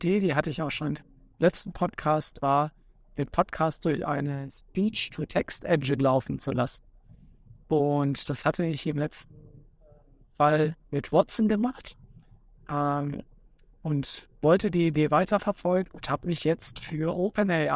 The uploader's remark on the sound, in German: Er befindet sich gerade im Auto, was zu einigen Hintergrundgeräuschen führt, und nutzt die Zeit zwischen Arbeit und Zuhause, um diese kurze Episode aufzunehmen.